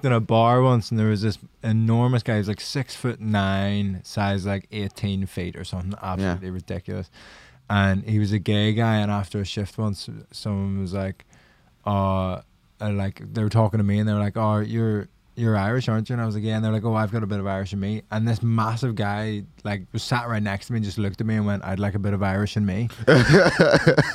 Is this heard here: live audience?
no